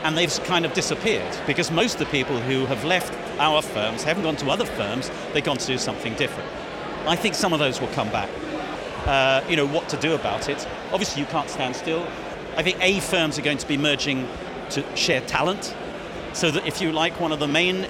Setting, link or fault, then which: setting, busy venue